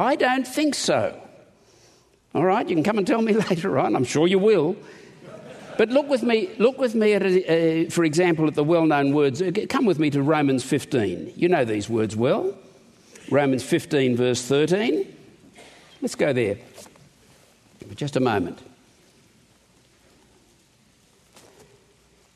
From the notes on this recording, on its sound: In this conference session